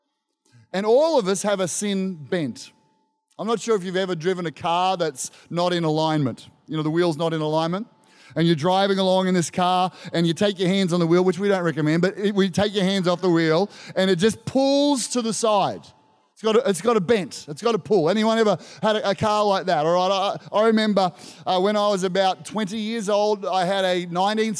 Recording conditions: live audience